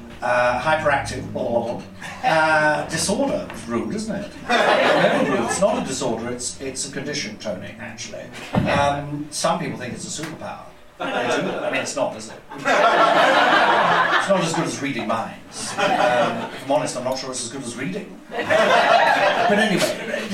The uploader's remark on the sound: Live recording at the Museum of Comedy!